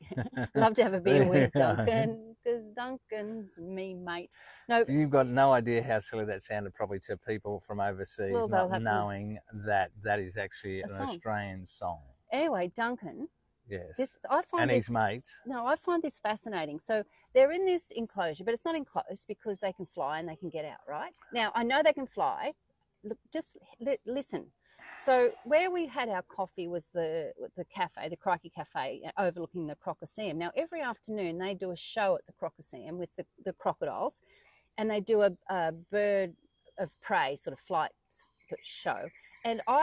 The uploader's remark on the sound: Queensland, Australia. We recorded live in different locations around the zoo where wewere stalked by water dragons -which if you can believe it - wander freelyaround the zoo and are as scary as they sound.